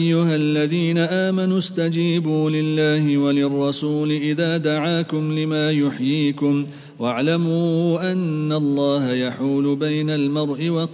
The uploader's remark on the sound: at the Houghton Masjid (West Street)